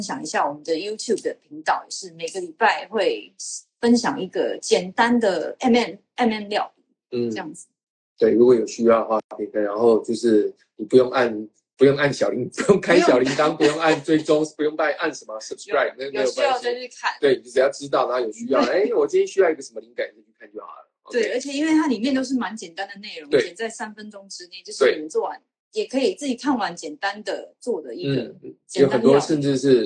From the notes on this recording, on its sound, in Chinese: 也因為這樣音質比較差，請大家多包涵。